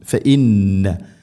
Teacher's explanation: ഫഇന്ന നൂന് ശദ്ദുണ്ട് മണിക്കണം. ഫഇന്ന ഗുന്നയുടെ ദൈർഘ്യം അഥവാ മണിക്കൽ ആ ശബ്ദത്തിൻ്റെ നീട്ടേണ്ട ദൈർഘ്യം എന്ന് പറയുന്നത് രണ്ട് ഹർക്കത്തിന് തുല്യമായിട്ടാണ്.